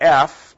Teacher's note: which is a voiceless labiodental fricative. Okay, and so you put your, your lower lip up to your teeth and and then if you turn your vocal cords on, you get okay, so those are voiceless labiodental fricative.